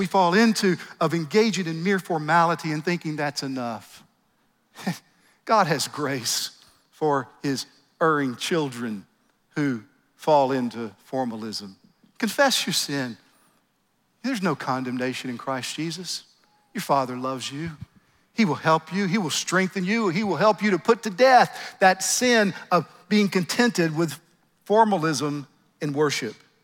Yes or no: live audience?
yes